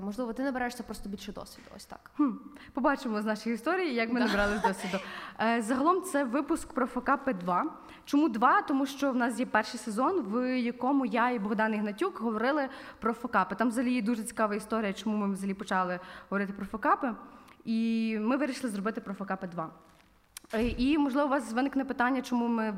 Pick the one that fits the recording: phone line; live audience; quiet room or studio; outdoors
live audience